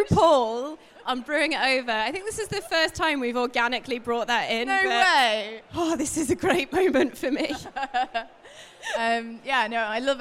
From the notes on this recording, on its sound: Today’s setting is slightly different from our previous ones, we’re sat on stage at Manchester Coffee Festival with a live audience while this is being recorded.